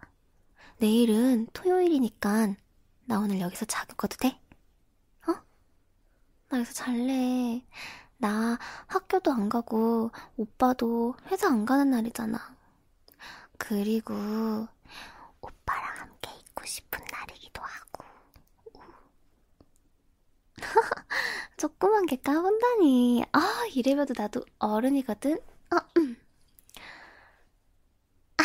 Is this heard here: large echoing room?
no